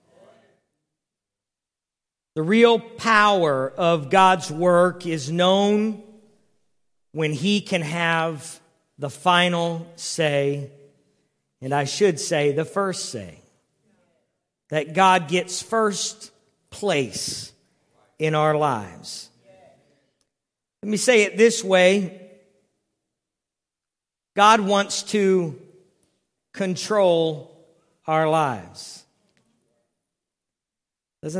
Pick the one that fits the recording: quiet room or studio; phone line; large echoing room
large echoing room